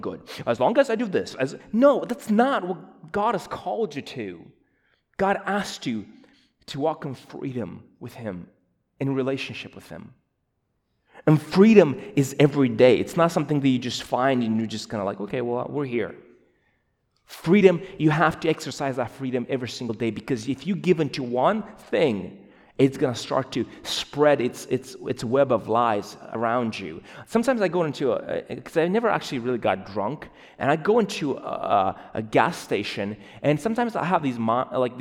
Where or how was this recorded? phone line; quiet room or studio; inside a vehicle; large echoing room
large echoing room